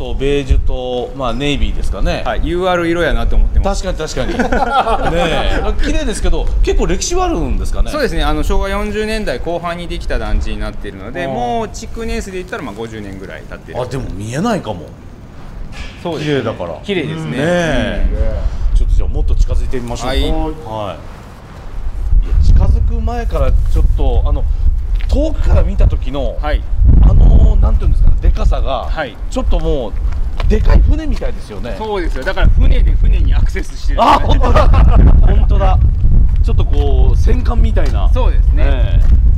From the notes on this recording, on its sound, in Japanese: 舞台変わって大阪の巨大団地に。風が強い日だったので、音声は臨場感とともにお楽しみください。